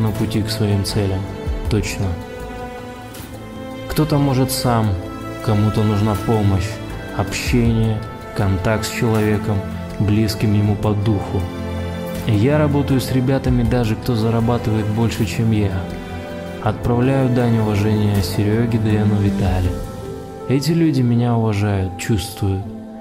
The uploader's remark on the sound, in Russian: Прогулка по Самому Южному пляжу Бали, монолог с тобой